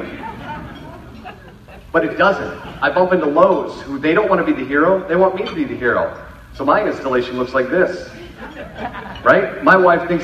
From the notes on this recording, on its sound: Keynote: Appetite For Disruption in Flint. For the first keynote of 2018. The audience was awesome.